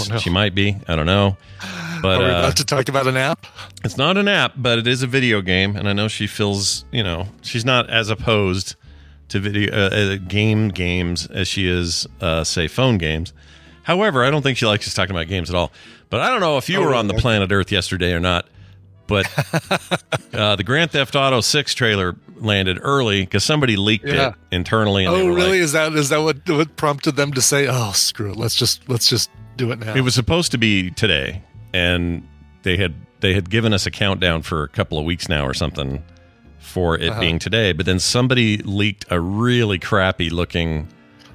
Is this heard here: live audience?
no